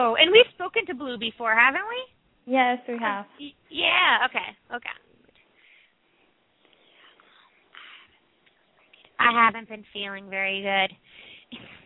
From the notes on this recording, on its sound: Open up the lines for listeners to call.